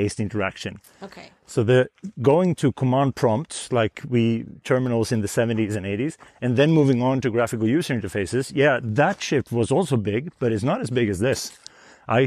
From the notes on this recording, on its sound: Grab your headphones, and head to the snowy hills to walk with us!